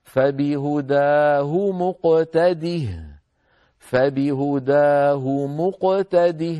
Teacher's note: إذن لما نبدأ نقول اقتاده، لأن همزة الوصل في الأفعال حركتها تتعلق دائما بالحرف الثالث، إن كان مضموما تضم، وإن كان مكسورا أو مفتوحا تكسر، فهنا نقول اقتاده بكسر الهمزة، هذا عند البدء. أما لو وصلنا فإن الهمزة تسقط لأنها همزة وصل، فنقول وصلا فبهداه مقتده فبهداه مقتده، فتسقط الهمزة، همزة الوصل يعني من أول هذا الفعل وصلا.